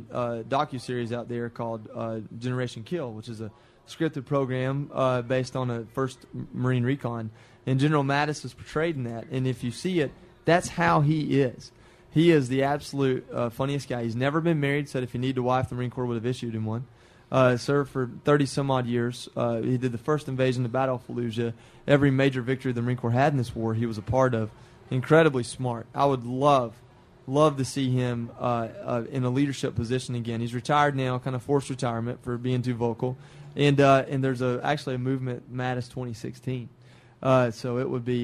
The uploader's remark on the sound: LIVE from the Pushups For Charity event at WCC Loans.